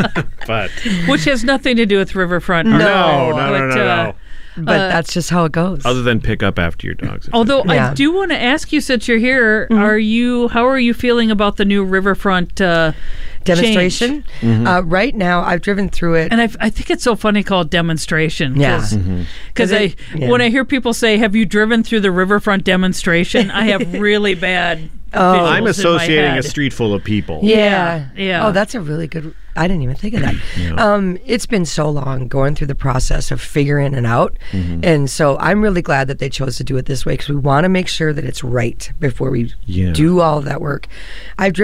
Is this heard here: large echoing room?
no